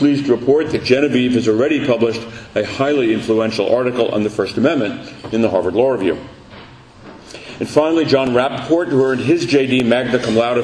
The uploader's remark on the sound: As part of the Law School’s First Mondays luncheon series.